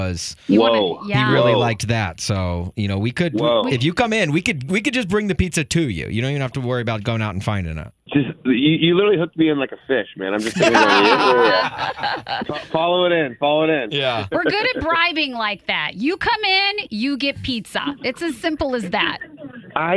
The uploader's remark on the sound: called in to chat